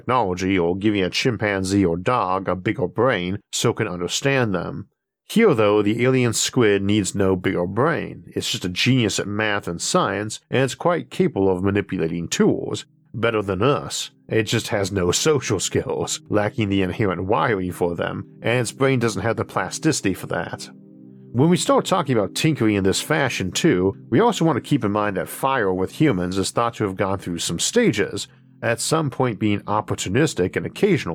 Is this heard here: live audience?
no